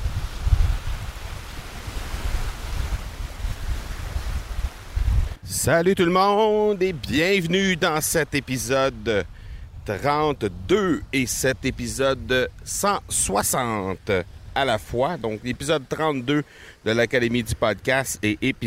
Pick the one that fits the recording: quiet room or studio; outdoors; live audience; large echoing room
outdoors